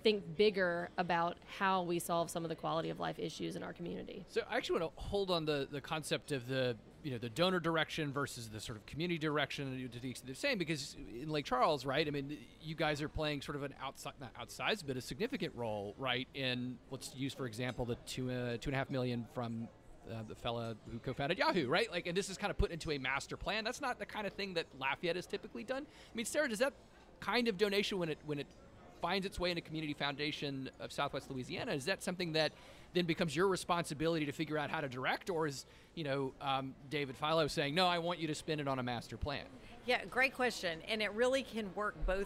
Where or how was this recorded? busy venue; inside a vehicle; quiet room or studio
busy venue